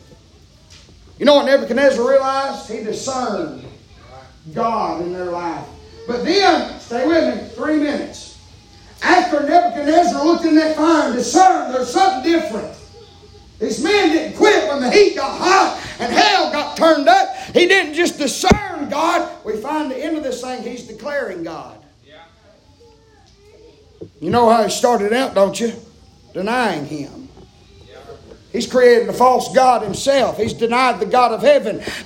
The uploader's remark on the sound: preaching live from Still Water Baptist Church on 7/26/23 Wednesday pm